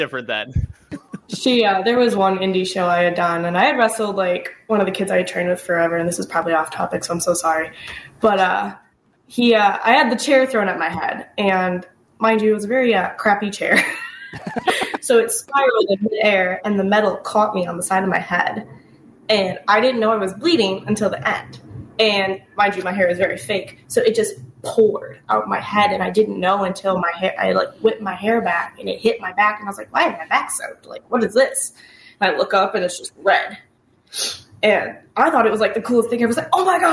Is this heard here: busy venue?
no